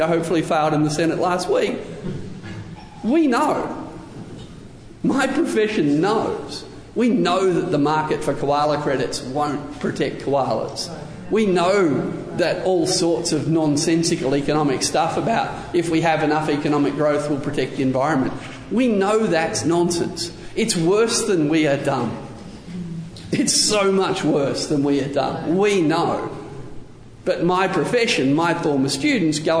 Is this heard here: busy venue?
yes